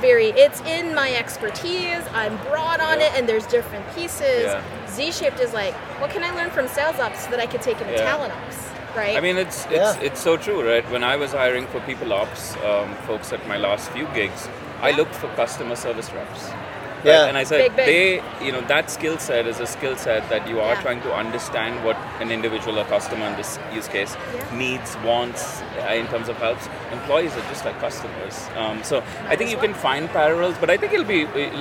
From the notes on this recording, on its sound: live from the Transform Conference in Las Vegas